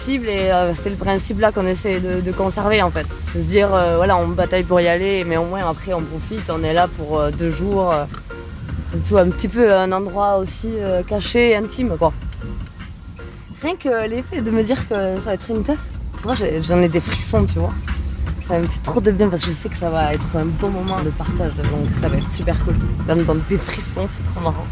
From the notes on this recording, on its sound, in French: On part en Guyane dans une “free party”. A réussi à enregistrer un reportage dans cette fête clandestine au cœur de la jungle amazonienne.